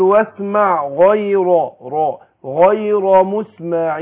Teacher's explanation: افخم الغين اهو وبعدين افخم الراء بعدها والياء مرققه وقعت بينهم الاثنين